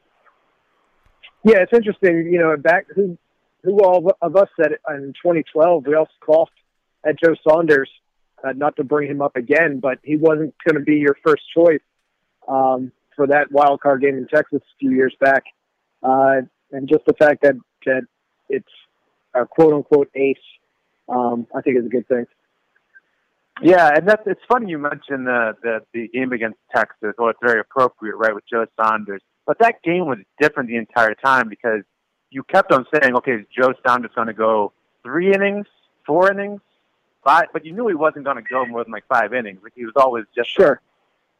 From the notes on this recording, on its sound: take to the phone